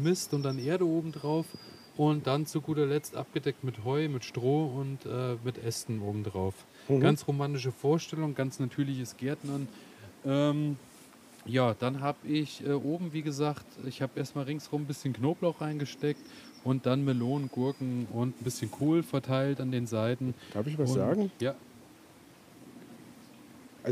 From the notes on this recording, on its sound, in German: Spezial - live aus dem Garten Ede. Podcast als Video.